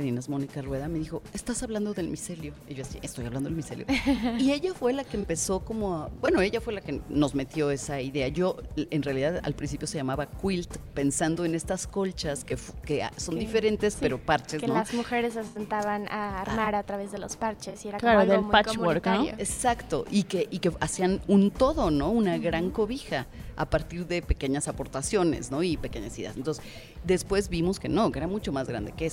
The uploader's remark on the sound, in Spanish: Inspiria beta desde el Festival Aleph.